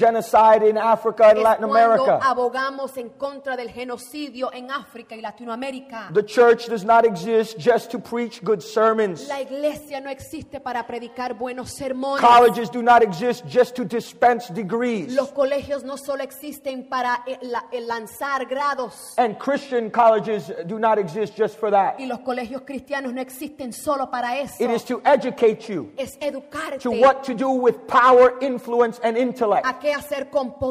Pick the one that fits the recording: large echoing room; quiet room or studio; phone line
large echoing room